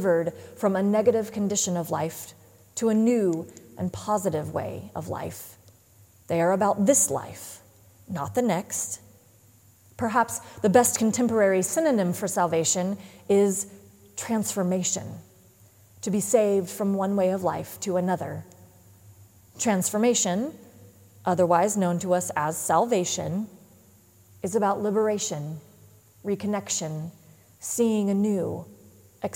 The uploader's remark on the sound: Live Streamed from the sanctuary of Mayflower Congregational UCC Church in Oklahoma City.